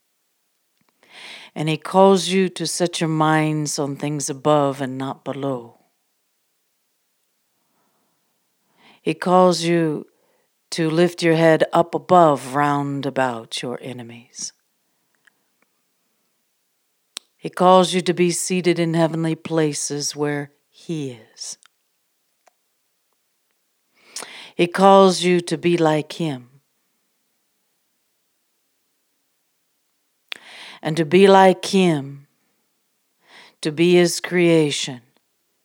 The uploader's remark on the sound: live from the Furnace Sessions from the Prayer Furnace on the Mountain